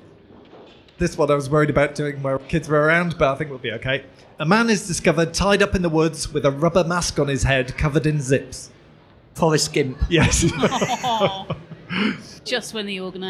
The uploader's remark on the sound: We’re live and direct from Newcastle Fright Fest this episode. Pod in public.